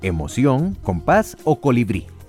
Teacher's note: tienen el acento prosódico, es decir, la mayor intensidad en la última sílaba · Term: palabras agudas